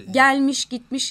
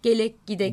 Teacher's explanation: Fiillerin sonundaki mış, miş eklerinin yerine K sesi geliyor. · Shown in: second take